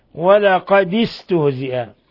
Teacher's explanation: بكسر الدال تخلصا من التقاء الساكنين